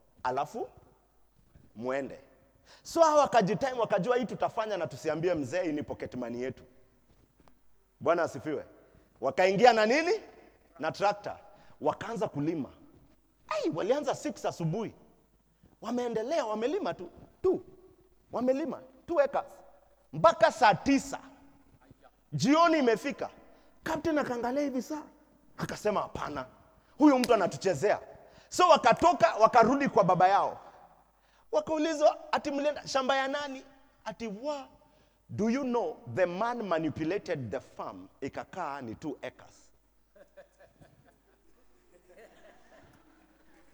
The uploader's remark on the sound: Preached at Deliverance church Eastleigh